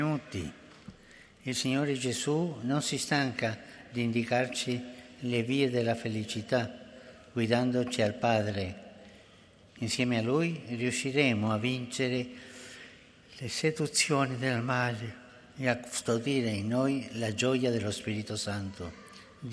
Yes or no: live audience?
yes